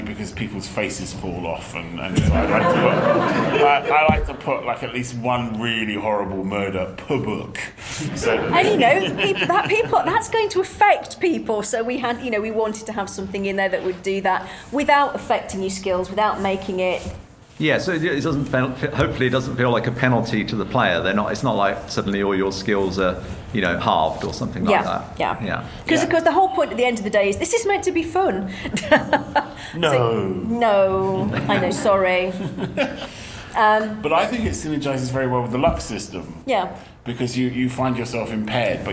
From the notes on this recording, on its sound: Special: Rivers of London Panel at Dragonmeet 2021.